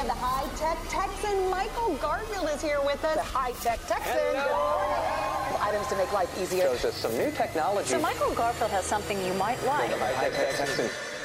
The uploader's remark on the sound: LIVE from FireDisc store in Houston. We take the show on the road to the FireDisc flagship store in Houston, TX.